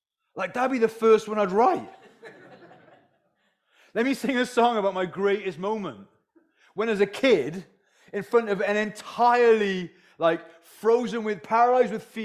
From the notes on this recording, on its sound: first talk from the mini men's conference held at HPC on Saturday 22nd April